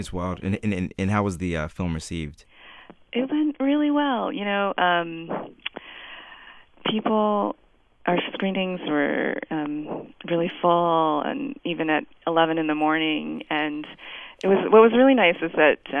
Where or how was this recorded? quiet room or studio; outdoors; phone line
phone line